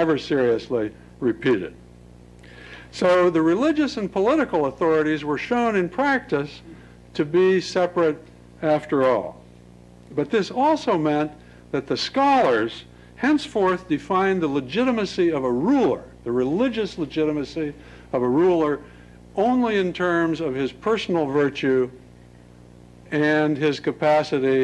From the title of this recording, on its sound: Lecture at Stanford